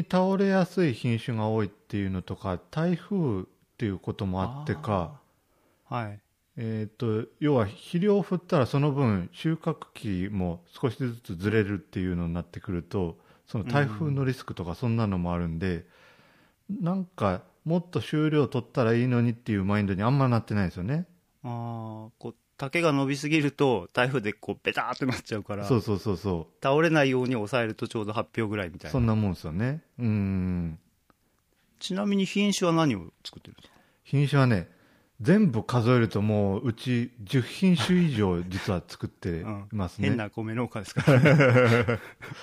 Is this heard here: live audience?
no